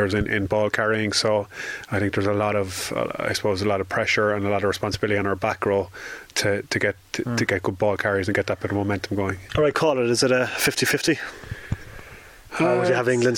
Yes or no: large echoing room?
no